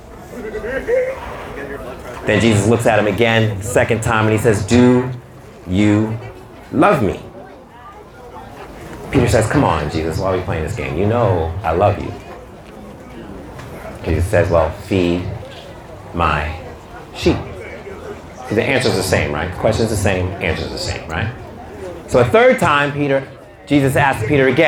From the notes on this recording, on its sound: Battling through sound issues